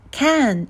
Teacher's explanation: 元音 a 也就是 c 和 n 之间的发音比其他语言稍长